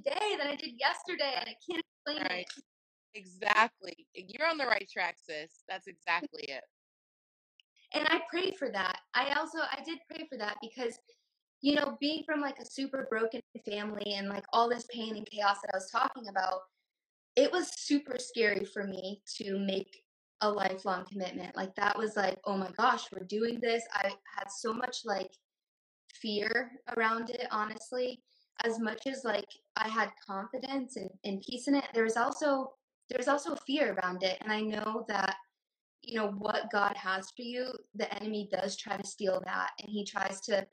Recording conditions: distortion